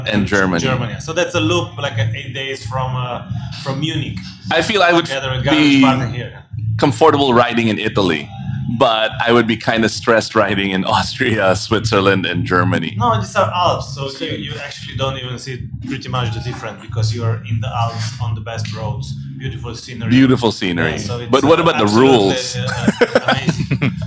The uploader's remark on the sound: Tunay na Rider x Ride PH Cafe Special. Dropped by Ride PH Cafe and recorded 5 episodes.